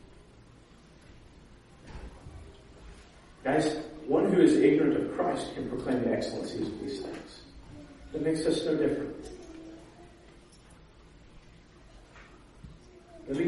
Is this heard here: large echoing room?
yes